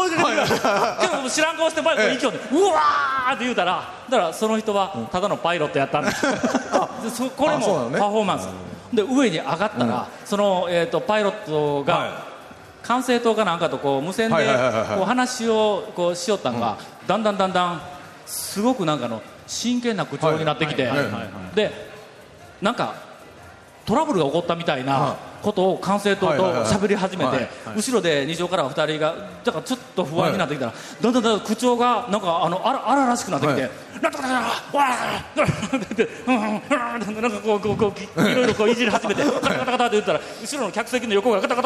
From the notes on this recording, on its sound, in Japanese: 初公開録音！ in サンポート高松